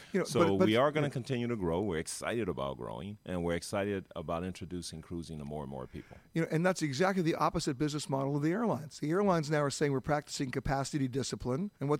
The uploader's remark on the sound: Comes from Fort Lauderdale and the site of the huge Seatrade Cruise Global Conference, the annual gathering of the cruise line industry.